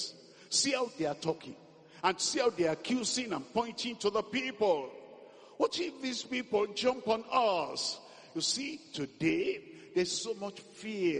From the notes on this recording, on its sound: This message was preached at a Workers Meeting at the The Deeper Life Bible Church Headquarters.